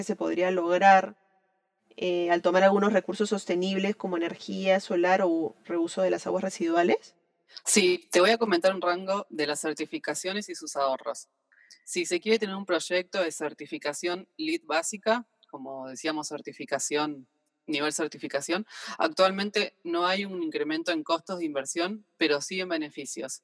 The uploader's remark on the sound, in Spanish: Esta entrevista fue grabada de manera remota.